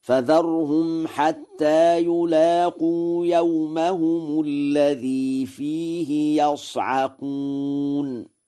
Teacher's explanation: قرأ ورش: فيه يصعقون بفتح الياء مبنيا للفاعل